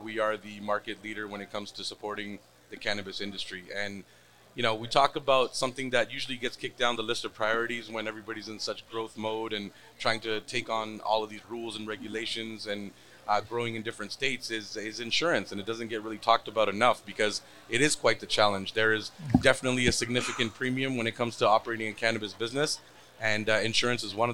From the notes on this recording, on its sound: Recorded at MJUnpacked NYC